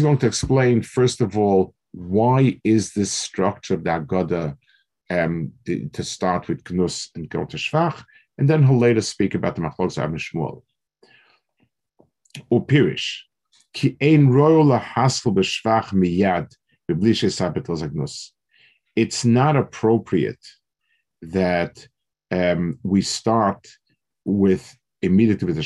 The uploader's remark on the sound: Delivered over Zoom